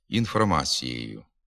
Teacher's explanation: В орудному відмінкові однини іменників жіночого роду кінцевий звук «у» нерідко вимовляється невиразно або й зовсім пропадає. Як кажуть, з'їдається, ковтається, наприклад, інформацією замість інформацією.